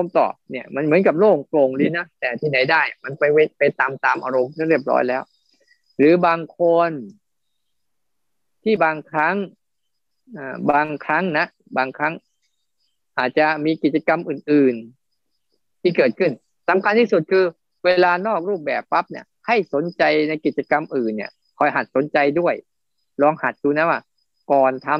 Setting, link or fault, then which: link, video call